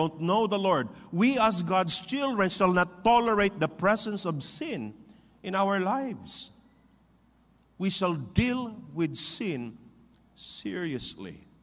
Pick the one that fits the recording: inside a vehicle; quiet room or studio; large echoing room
large echoing room